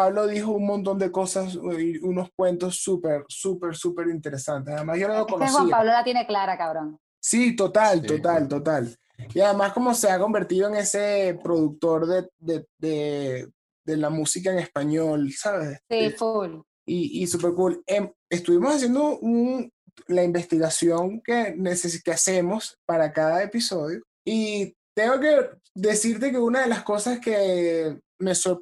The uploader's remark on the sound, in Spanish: El Music Deal se conecta vía Zoom